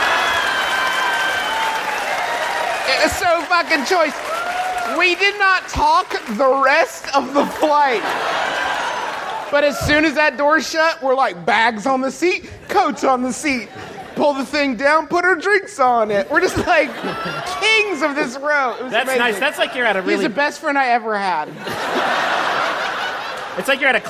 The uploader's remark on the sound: Live Shows in Portland. Our nearly two-hour-long live show in beautiful Portland, Ore., which we performed after not doing a live show for over six months. It was also our first live show using lavalier mics, which led to a lot of what we in the comedy industry like to call "working the room."